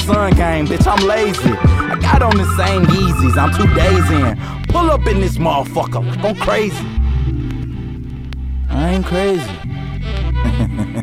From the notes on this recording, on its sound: Live Set at THE POP